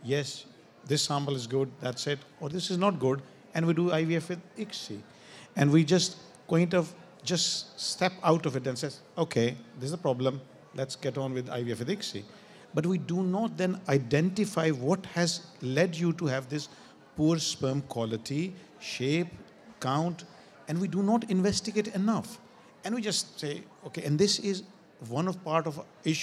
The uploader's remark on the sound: The Fertility Show Special from the Let's Talk Stage.